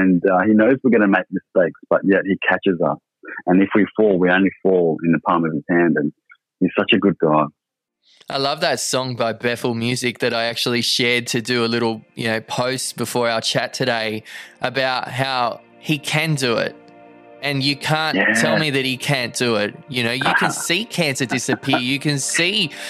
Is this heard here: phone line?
yes